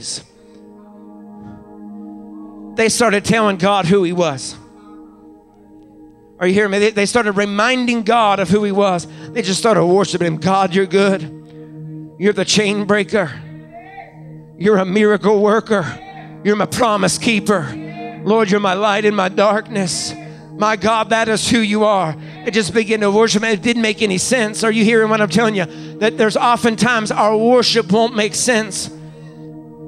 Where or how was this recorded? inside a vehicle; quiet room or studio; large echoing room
large echoing room